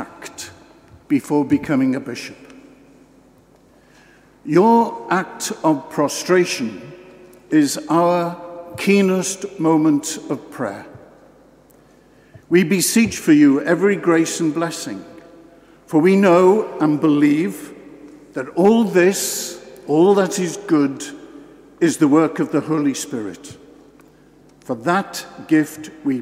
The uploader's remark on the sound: This homily at the Episcopal Ordination. Given in the Cathedral Church of St John the Baptist in Norwich.